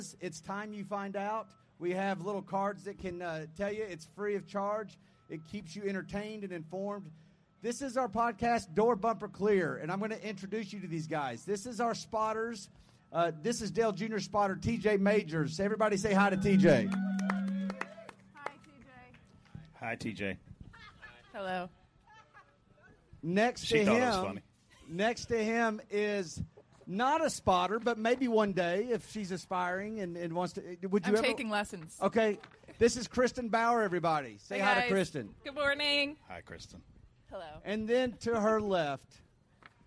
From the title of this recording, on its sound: DBC is live from JRM Fan Day